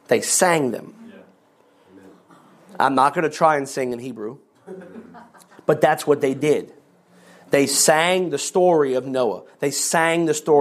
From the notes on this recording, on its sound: Every February, pastors and leaders from around the country gather together at our leadership conference for dynamic teaching, powerful worship, impartation, ministry, and covenant relationships. One of the recordings from our 2023 Leadership Conference.